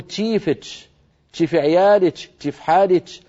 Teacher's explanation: في قبائل شمال الجزيرة ولهم امتداد إلى سوريا يبدلونها تاء شين، فيقول تشيفتش، تشيف عيالتش، تشيف حالتش، هذه لهجات قديمة تسمى الكشكشة.